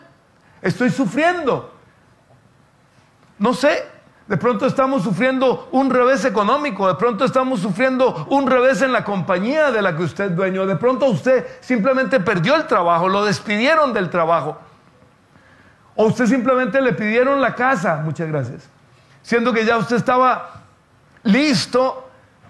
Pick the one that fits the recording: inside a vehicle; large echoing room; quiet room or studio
large echoing room